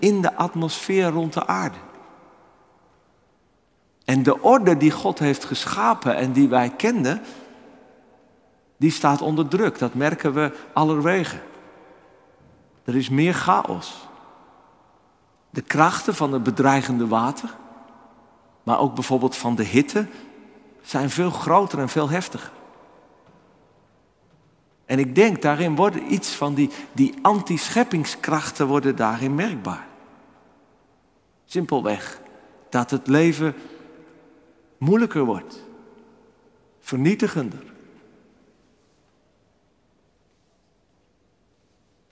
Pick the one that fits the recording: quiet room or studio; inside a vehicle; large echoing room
large echoing room